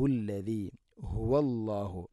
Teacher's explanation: തൊണ്ടയുടെ താഴെ ഭാഗമാണ് ഹ ഇൻ്റെ മഖ്റജ്